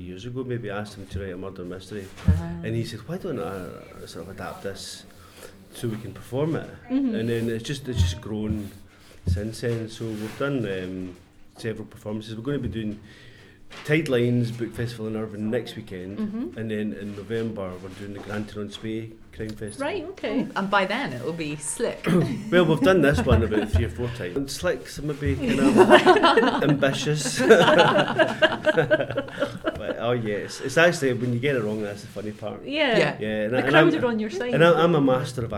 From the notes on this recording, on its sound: In our first episode on location. At the Bloody Scotland Crime Writing Festival, held in Stirling in Septemeber 2018.